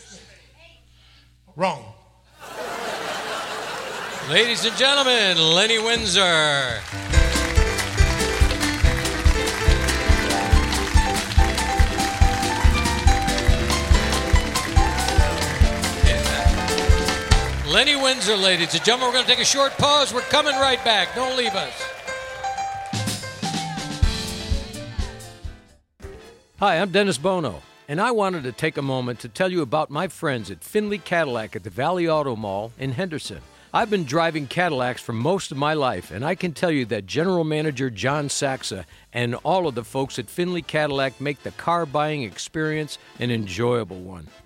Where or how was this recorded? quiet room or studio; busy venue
busy venue